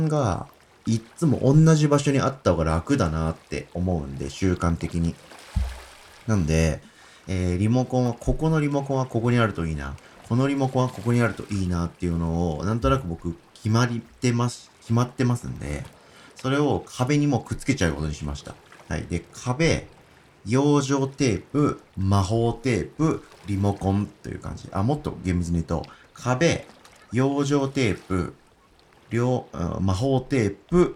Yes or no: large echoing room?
no